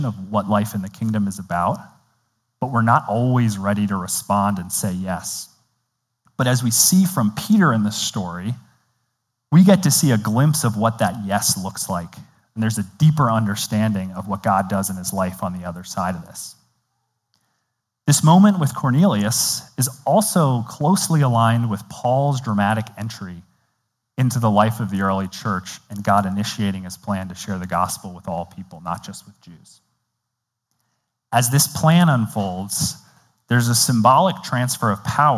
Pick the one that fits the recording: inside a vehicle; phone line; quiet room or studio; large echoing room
large echoing room